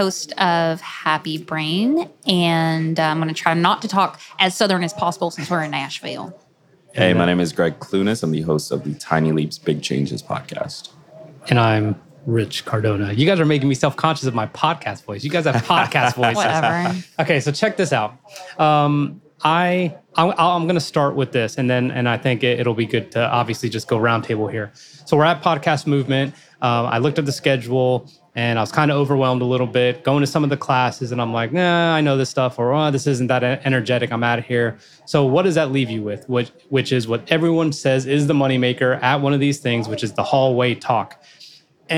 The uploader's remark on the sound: recorded at Podcast Movement 2021 in Nashville